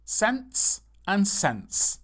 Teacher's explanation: There is a T in there that we don't really pronounce.